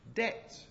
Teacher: You don't hear the B in debt.